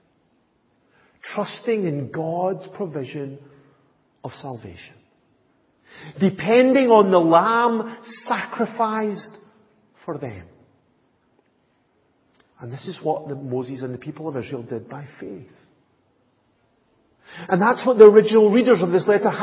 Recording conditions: large echoing room